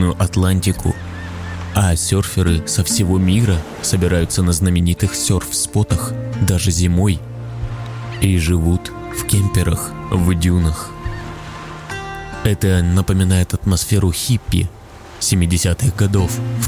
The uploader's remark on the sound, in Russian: Насладись управляемой медитацией сна со звуками природы с Атлантического побережья в Португалии. Запись сделана во время многодневного похода по тропе рыбака.